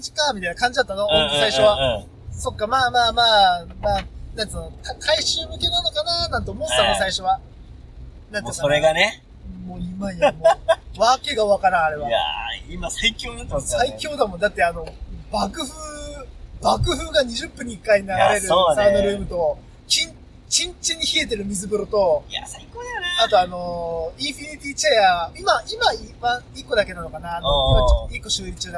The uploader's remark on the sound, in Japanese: ドライビングトーク。この日、大雨の中車内収録だったため雨粒の音が相当入ってたのは言うまでもなく。